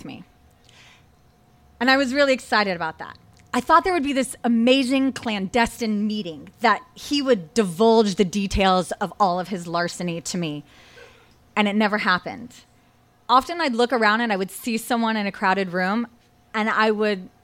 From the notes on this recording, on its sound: Recorded live at Tiger!Tiger! Tavern.